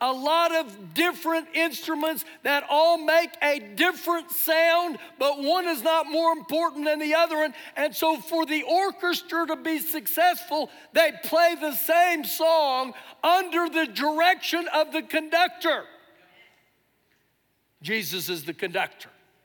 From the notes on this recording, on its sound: Recorded live during our Sunday morning service